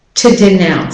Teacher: So the o in to becomes the schwa, the weak form, because it's not an important meaning word in this particular sentence. So it becomes the weaker form.